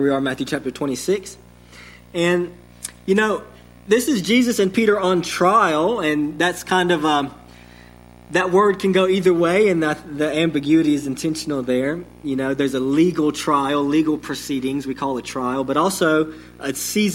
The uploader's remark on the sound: Sermon delivered to Cottondale Baptist Church in Eastman, GA on 11/28/21. Sermon delivered to Cottondale Baptist Church in Eastman, GA on 11/28/21.